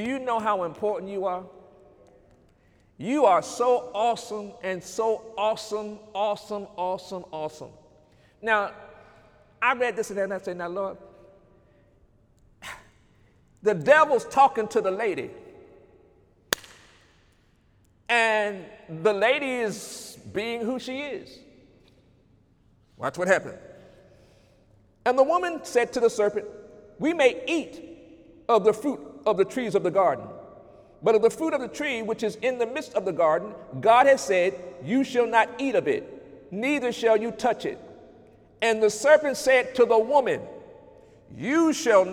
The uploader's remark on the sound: During Sunday morning service on July 21, 2019